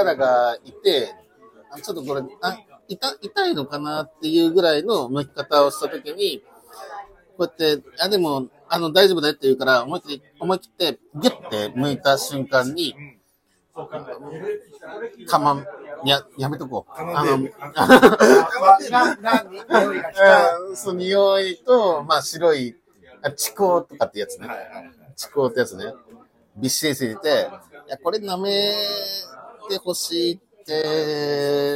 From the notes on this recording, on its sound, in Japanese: 先日のとらんぽりんでの飲み会中、コラボ録っちゃう？みたいなノリから収録してみました 周りの音も拾いまくってるのでお聞き苦しいかと思いますが